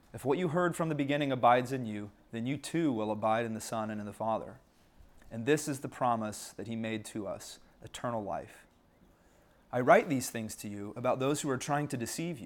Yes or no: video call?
no